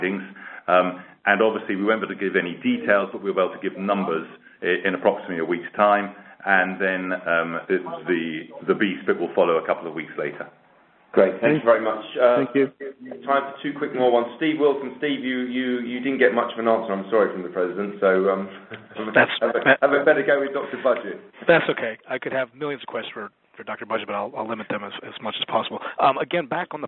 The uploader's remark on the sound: IOC Conference Call